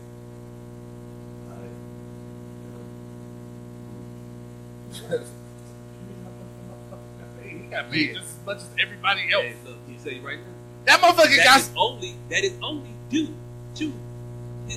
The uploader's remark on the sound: Excuse the technical difficulties, we had some sound quality issues.